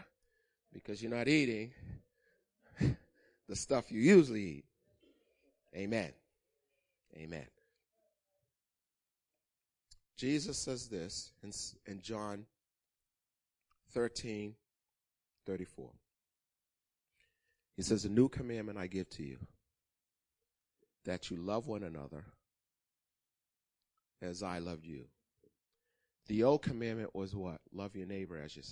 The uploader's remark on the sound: Recorded on 2016-03-13 08:30am Service